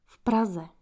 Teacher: So, as you can hear, when we combine the preposition v, firstly, we do not read it separately. The preposition will become the part of the following word, and the accent in Czech, as you know, is on the first syllab. So, you will not read v Praze, but v Praze.